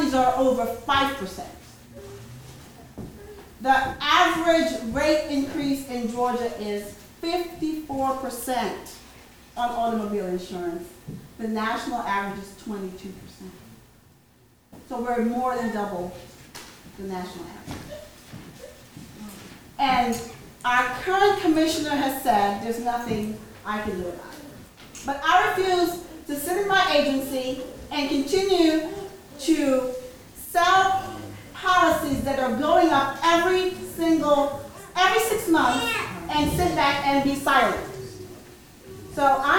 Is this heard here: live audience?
yes